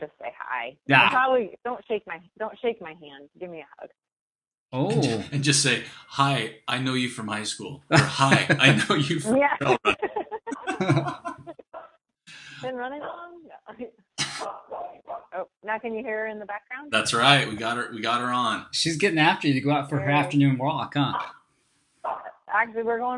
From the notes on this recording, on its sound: Was kind enough (and patient enough) to join us for a podcast over the phone.